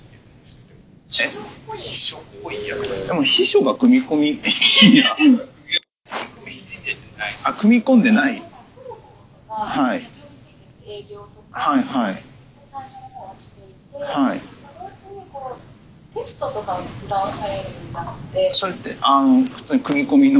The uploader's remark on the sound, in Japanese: 今回収録の設定の不手際より聞き取りづらいところが多々ありますが、ご了承ください